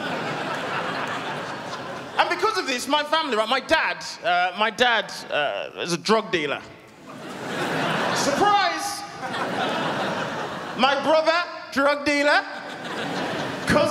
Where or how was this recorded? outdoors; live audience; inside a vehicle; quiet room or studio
live audience